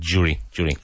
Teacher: pronounced with like a D, like D-J